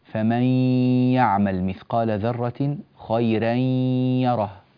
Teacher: أريد أن أسمع منك النون تخرج من الخيشوم، هذا إدغام بغنة، إدغام بغنة وليس بغير غنة، فلما تقول فمن الأنف مسدود ولا يوجد له أثر هذا خطأ، إذن هذا إدغام من غير غنة، الغنة محلها الأنف، لا بد أن يعمل أنفك في هذه الغنة.